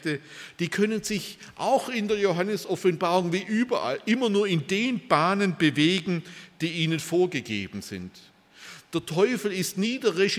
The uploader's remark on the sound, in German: bei einer Veranstaltung der Liebenzeller Mission